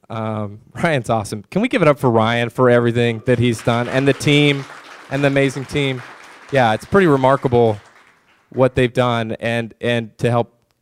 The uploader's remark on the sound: This is the audio recording from the live event on 11/14/2016.